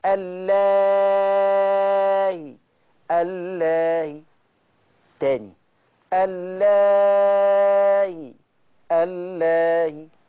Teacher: يا يعمل الإشباع ست حركات يا له القصر حركتان. يعني يقول اللهي اللهي، تاني اللهي اللهي.